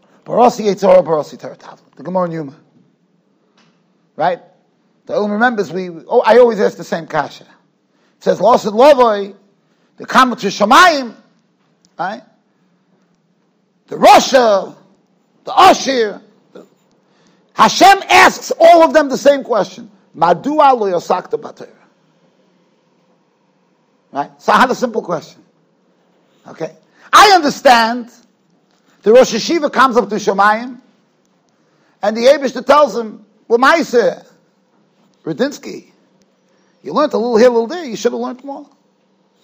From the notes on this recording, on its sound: Shiur recorded in Yeshivas Ohr Reuven, Monsey NY.